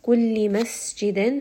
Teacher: Kulli masjidin, seen is going to have safir, so it's going to have a little bit of that whistling as the air comes between the gaps of the teeth